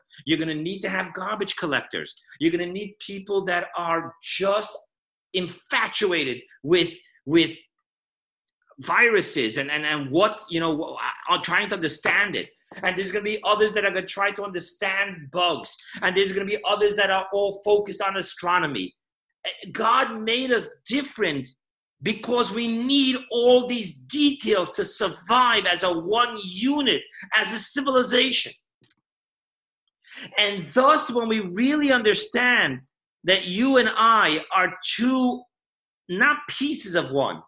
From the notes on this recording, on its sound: Weekly Zoom Parsha Class